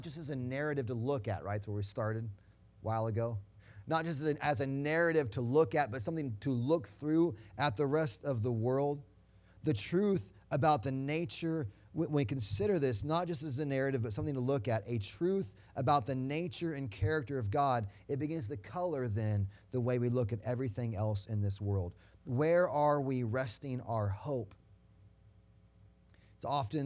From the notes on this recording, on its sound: Sunday Morning Sermon Audio